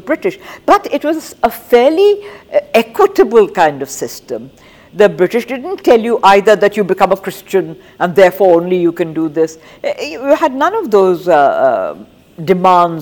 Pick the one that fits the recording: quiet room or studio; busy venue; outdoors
busy venue